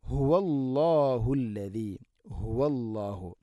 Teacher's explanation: തൊണ്ടയുടെ താഴെ ഭാഗമാണ് ഹ ഇന്റെ മഖ്റജ്